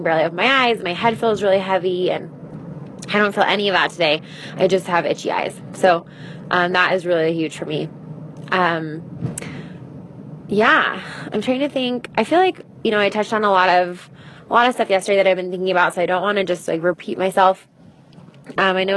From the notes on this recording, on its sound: Warning: the bonus episodes sprinkled (mmmmm sprinkles) throughout our Whole 30 will not be fancy and pretty. They are iPhone voice memos strung together throughout our days.